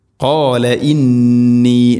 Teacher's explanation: ഖാല ഇന്നി നൂൻ ശദ്ദുണ്ട് മണിക്കണം